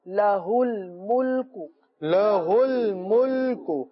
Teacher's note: ہا کی ادائیگی کا خاص خیال رکھے، حمزہ ادا نہ ہو